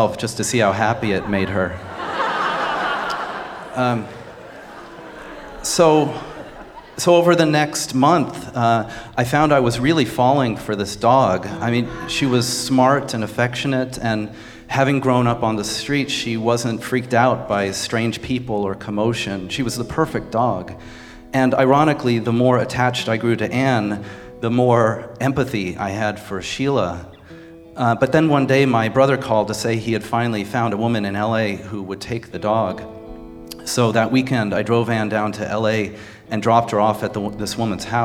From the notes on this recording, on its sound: our Snap Judgment audience